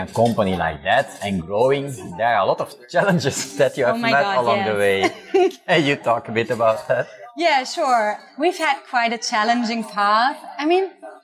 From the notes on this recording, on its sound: This episode was recorded in Media Village at Web Summit on November 3, 2022.